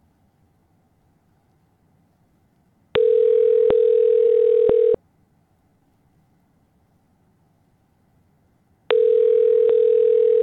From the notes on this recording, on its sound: do a few live calls to gas stations